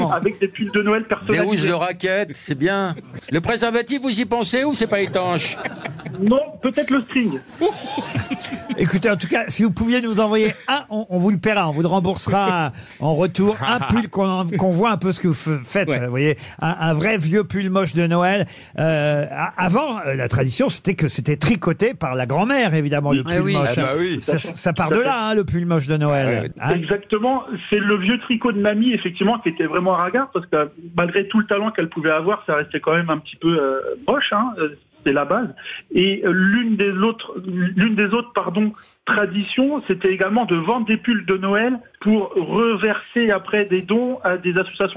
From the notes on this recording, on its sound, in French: était au téléphone des Grosses Têtes